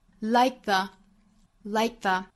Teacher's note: 这个 k 做不完全爆破